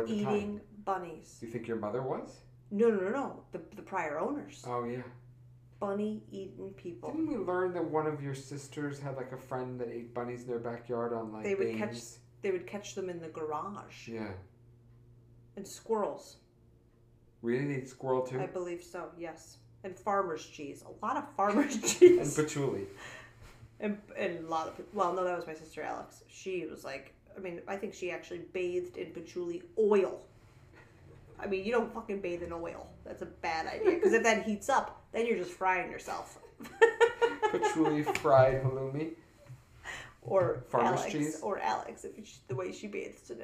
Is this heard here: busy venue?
no